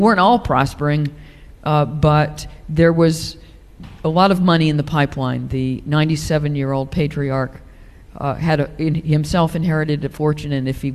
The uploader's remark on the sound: at a Guardian live event recorded in London